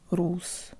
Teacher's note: Finally, use the flick of the tongue again for the last Russian R, and be sure to round and protrude your lips to get a real Russian U